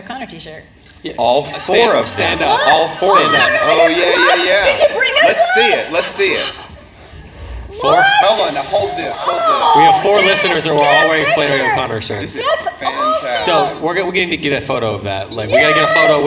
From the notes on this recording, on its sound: LIVE EPISODE. This episode was recorded at the 2017 CiRCE Conference.